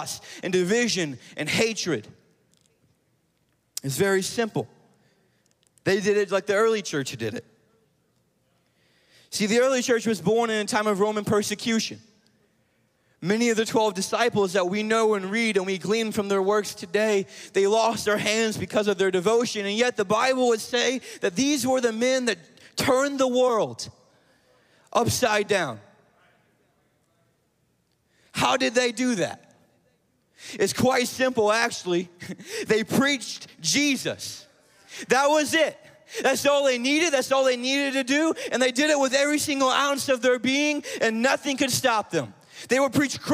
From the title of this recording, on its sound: Live! - NAYC Experience at The Sanctuary